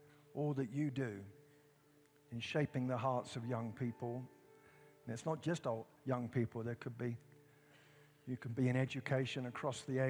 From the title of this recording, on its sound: at Timberline Church